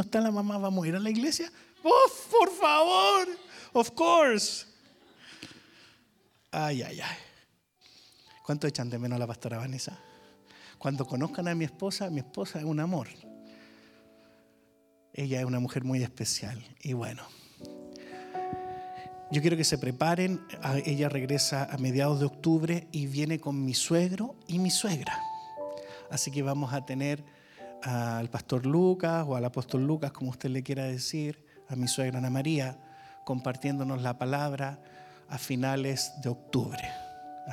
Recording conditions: large echoing room